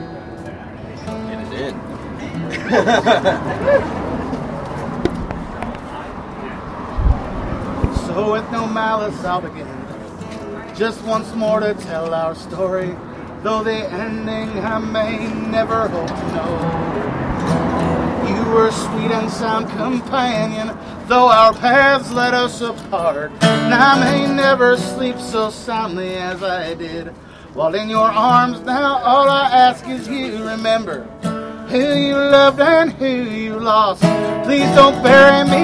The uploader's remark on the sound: Outside the Lion's Lair in Denver, Colorado. BONUS LIVE TRACKS.